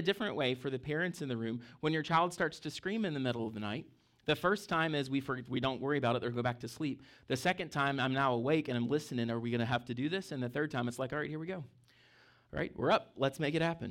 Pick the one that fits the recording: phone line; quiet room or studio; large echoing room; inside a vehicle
large echoing room